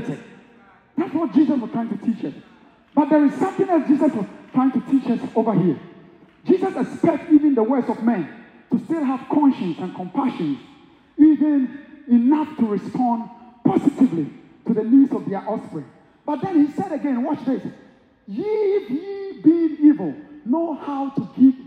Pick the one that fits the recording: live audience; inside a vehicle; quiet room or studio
live audience